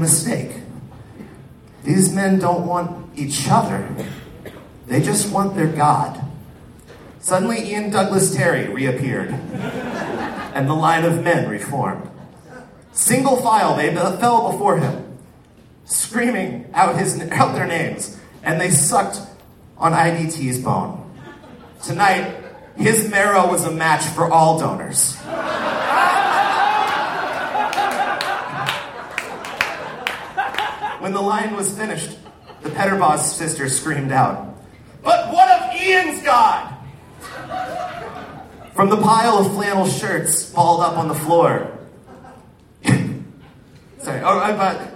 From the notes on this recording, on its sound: Recorded May, 25 2014, at the Waiting Room in Omaha as part of the Crom Comedy Fest.